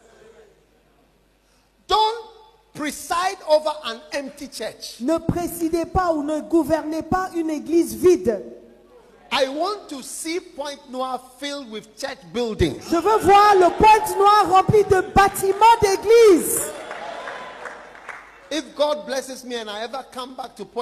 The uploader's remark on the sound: Preached at the day 2 of the Healing Jesus Campaign Pastors Conference in September 2023, Pointe-Noire, Congo Brazzaville.